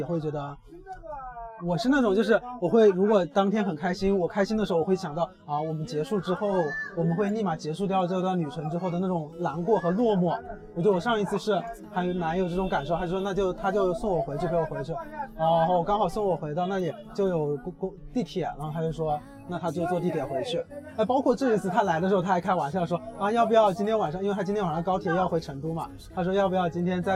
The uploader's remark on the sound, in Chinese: 这是在西安城墙下录制的一期播客